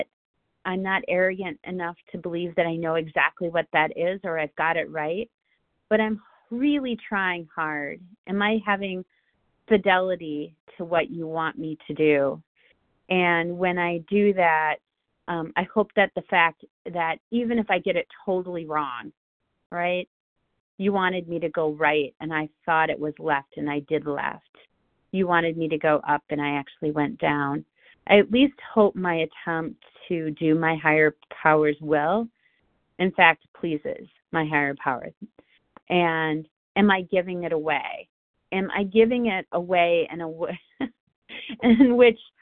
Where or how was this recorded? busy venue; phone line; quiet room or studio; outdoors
phone line